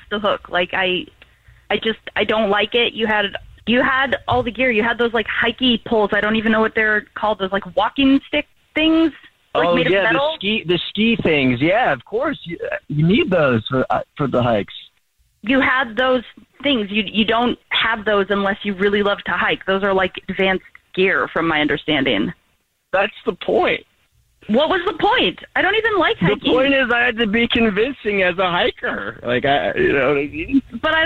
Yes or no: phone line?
yes